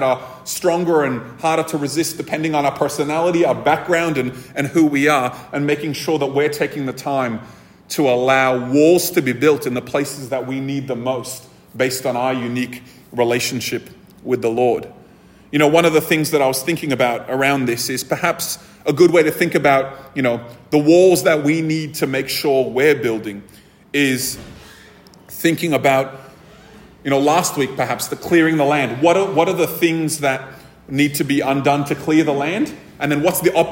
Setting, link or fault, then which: setting, live audience